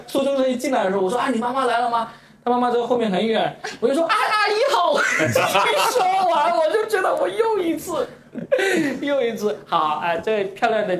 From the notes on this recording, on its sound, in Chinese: 现场带观众版。深圳福田中心区商圈党委提供了设备场地以及资金赞助。